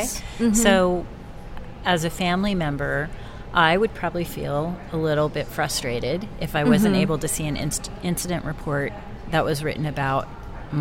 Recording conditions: busy venue